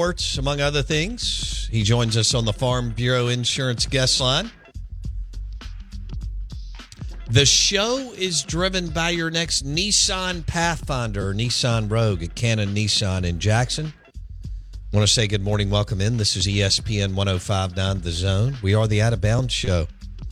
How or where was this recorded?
phone line